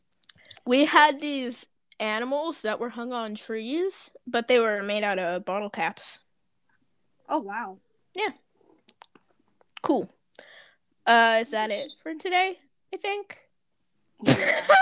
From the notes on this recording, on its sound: sorry for the technical difficulties